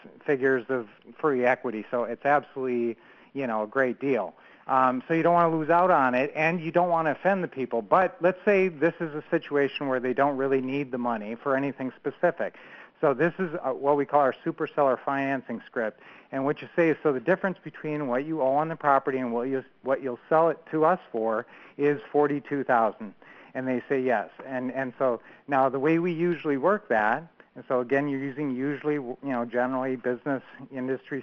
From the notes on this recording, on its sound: 2014-07-14 Q&A Call